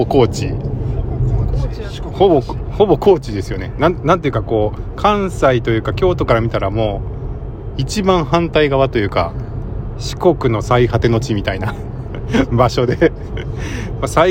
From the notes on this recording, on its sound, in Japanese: 8/26 朝のドライブ（録り直し）